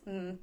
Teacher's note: the M and the P are both what you call bilabial, so you make them both with your lips